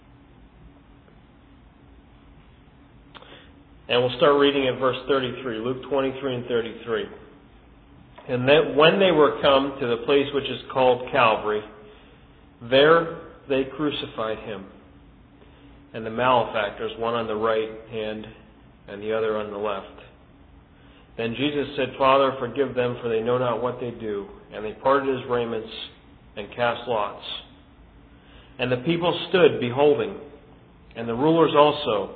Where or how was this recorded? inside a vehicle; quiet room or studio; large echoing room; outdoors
large echoing room